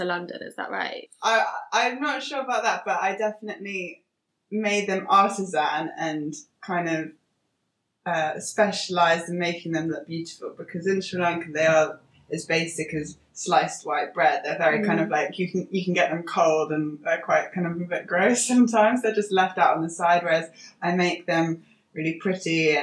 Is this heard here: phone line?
no